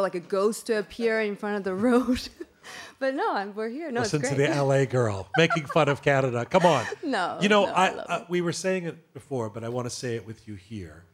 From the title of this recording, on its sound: Live at Theatre Aurora!